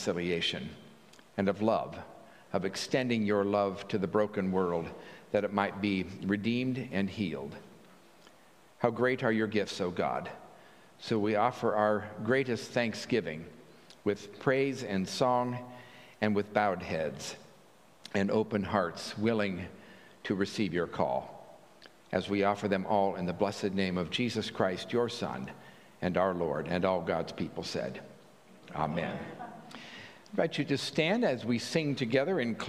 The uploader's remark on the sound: at the 9:00 am Traditional Service